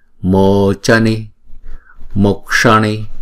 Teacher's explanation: Chữ C chúng ta đọc là chờ, và chữ O đọc là hai nhịp.